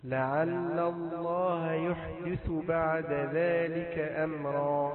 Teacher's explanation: لفظ الجلالة مفخمة لكن اللام التي قبلها لا علاقة لها بالتفخيم.